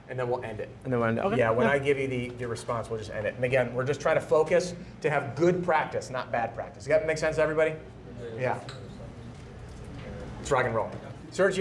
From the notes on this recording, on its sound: During this LIVE role play workshop in Atlanta, GA